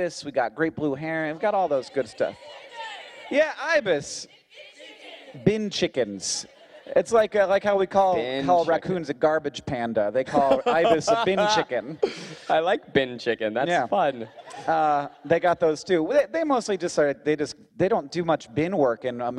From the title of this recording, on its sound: Live from VidCon Australia